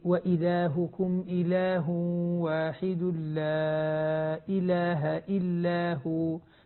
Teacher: لاحظ انتبه بس للهمزات، تحقيق الهمزات، يعني وإلهكم إله واحد لا إله إلا هو، تحقيق الهمزة بحيث تخرج من أقصى الحلق